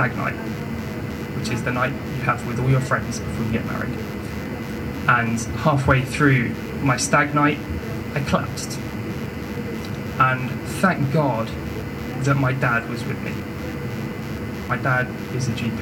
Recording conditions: poor sound quality